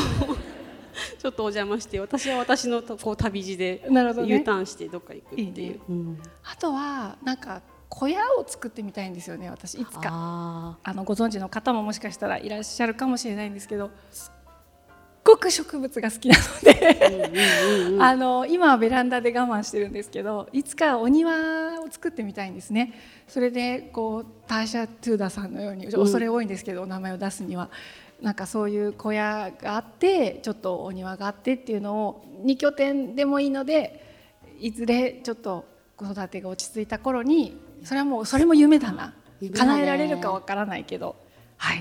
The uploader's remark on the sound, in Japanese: 本日は公開収録イベントの模様をお届け。20代思い出の地、青山で。